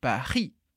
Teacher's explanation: E além disso, o R é sempre da garganta. Por isso, a gente tem Paris.